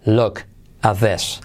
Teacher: Fijaos que te pongo lock, no es exactamente lock, sino una U como O. 80% U, 20% O.